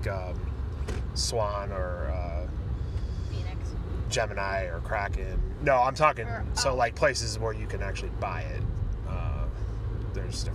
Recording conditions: inside a vehicle